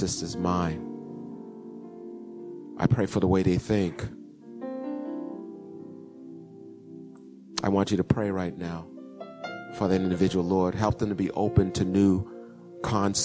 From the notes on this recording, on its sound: Recorded 2016-02-07 08:30am Service